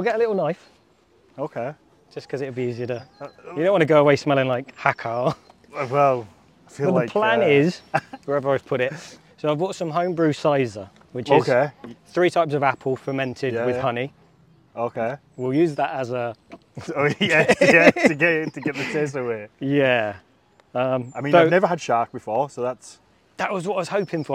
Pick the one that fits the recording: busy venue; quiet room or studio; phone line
busy venue